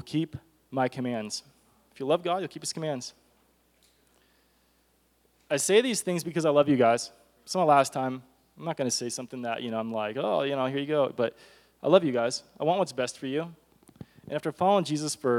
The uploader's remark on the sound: This is a recording of CSU Chi Alpha's Outpost service recorded on 04/06/22.